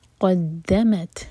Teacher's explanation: قاف ہیوی دال لائٹ اور تا ساکن پر ہمس